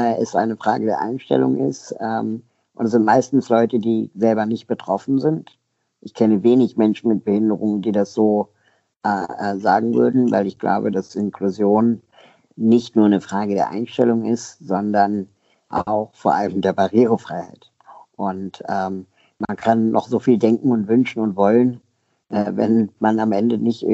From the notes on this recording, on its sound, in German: Skype-Interview.